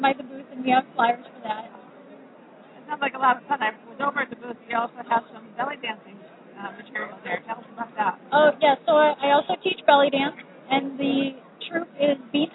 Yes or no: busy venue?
yes